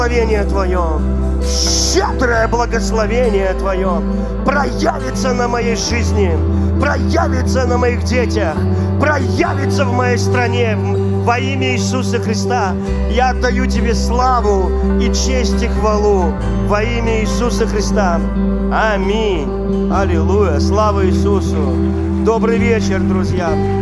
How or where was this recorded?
large echoing room